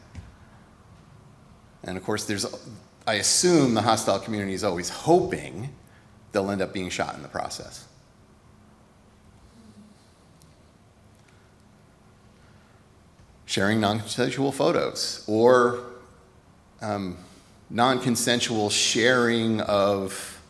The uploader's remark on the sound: Recorded at Auckland Unitarian Church 4th February 2024